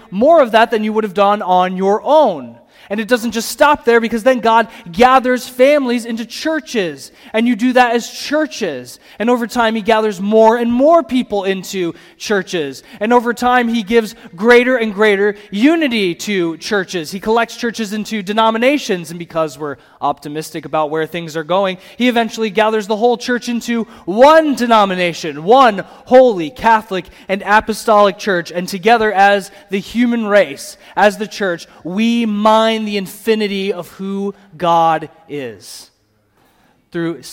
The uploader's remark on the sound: the audio from the Saturday Morning Session of the 2023 Bible Conference at CityGate Church in Portage, MI